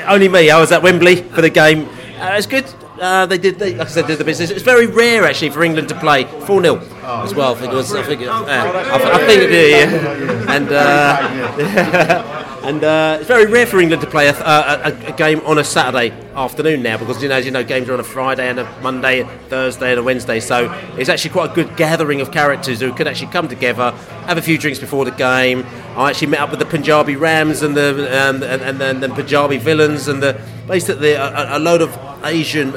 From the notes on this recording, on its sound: Podcast From the Pub.